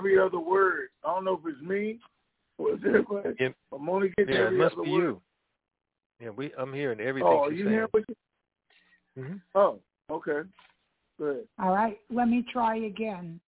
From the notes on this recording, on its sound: TNTSuperfantastic Conference Call